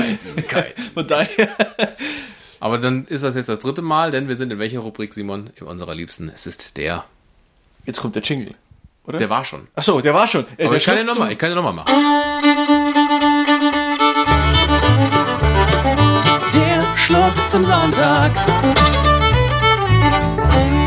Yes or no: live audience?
no